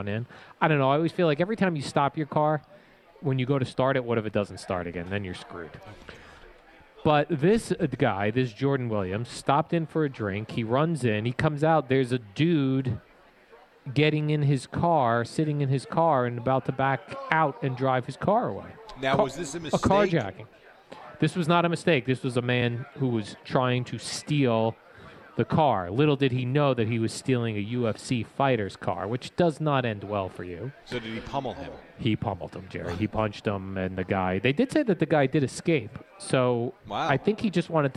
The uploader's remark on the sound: Live From the Boat Party